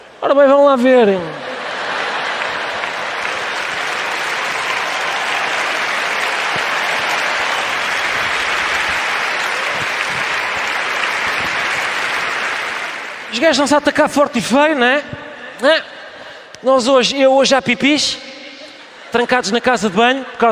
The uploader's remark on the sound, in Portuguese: ao vivo na Altice Arena